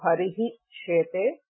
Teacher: As we saw even in the first case, so first there is visarga sandhi, so harihi shete, so the visarga first becomes sakara, and then the sakara becomes shakara. So, it can be a series of sandhis.